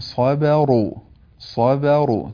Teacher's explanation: صبروا ترقيق الباء وتفخيم الراء بعدها